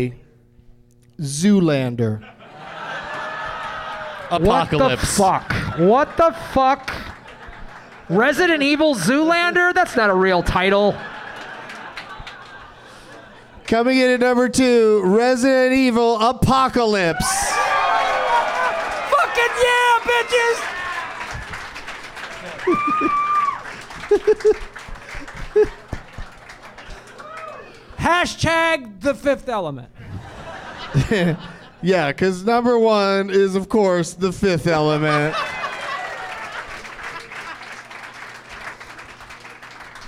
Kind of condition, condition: setting, live audience